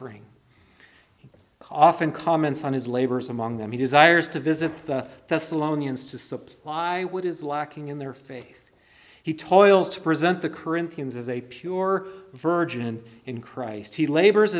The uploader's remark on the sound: preached at Christ Our Savior Baptist Church